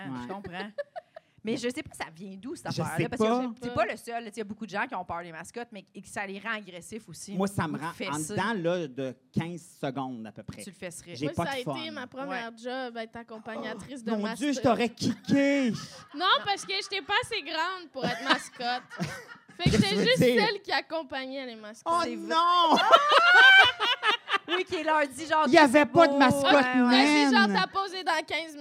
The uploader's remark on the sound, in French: Dans cet épisode Live un brin crunchy